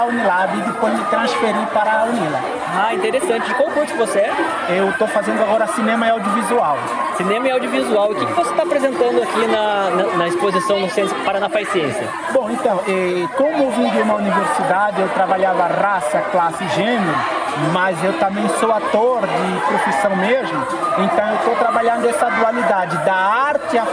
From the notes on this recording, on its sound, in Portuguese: Nós da UFPR fomos até Londrina para apresentar os projetos de extensão da universidade. Foram gravadas algumas entrevistas dos stands.